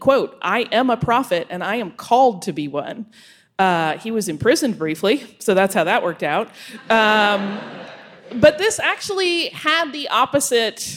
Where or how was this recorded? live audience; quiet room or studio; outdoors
live audience